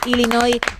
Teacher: sin pronunciar la S final, Illinois